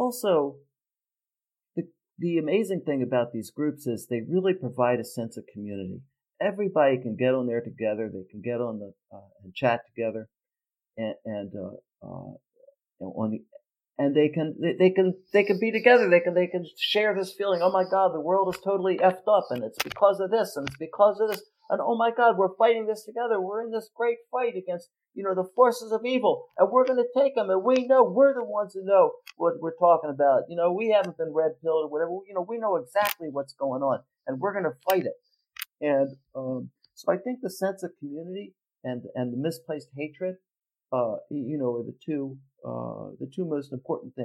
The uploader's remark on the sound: The audio file became distorted and was somehow saved during this episode's editing phase.